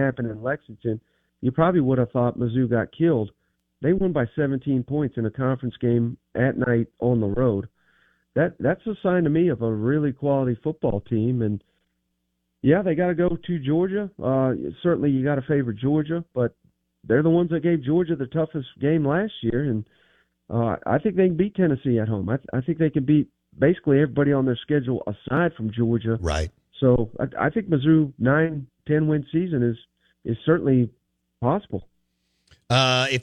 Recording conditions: phone line